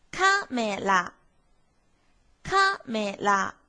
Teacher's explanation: 是不是第一拍最高，第二拍开始就低下来了呢 · Term: 一调